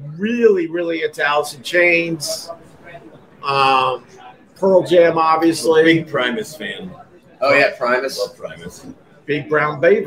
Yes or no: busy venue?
yes